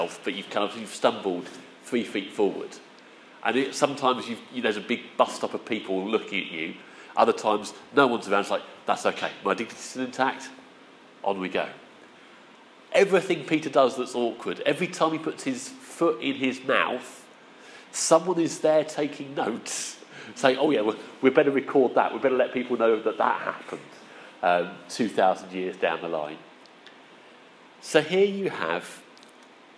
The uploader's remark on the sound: Our sermon from the 9am service